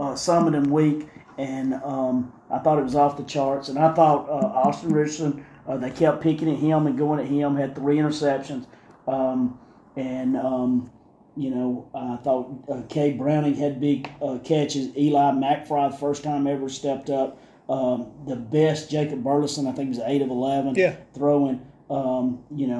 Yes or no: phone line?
no